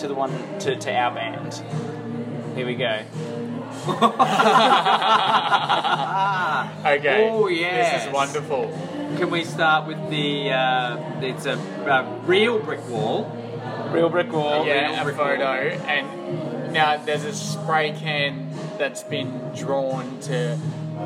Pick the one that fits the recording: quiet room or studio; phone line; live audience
live audience